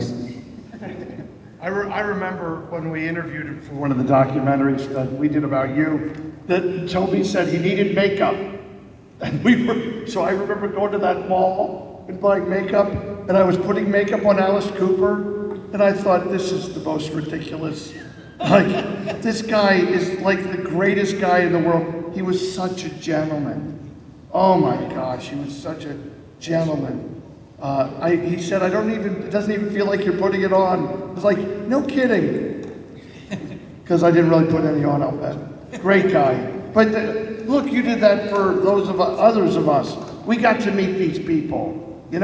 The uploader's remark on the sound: This video is taken from a panel the team gave Friday during Monsterpalooza 2022.